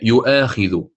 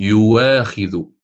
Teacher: الآن سينتقل إلى ما كان فيه الاتفاق أيضا، وهي الكلمة الفرشية التي كان فيها الاتفاق، وهي يؤاخذ، يقرأها الإمام ورش بالإبدال يواخذ، يبدل الهمزة واوا مفتوحة · Shown in: second take · يؤا تصبح يواء.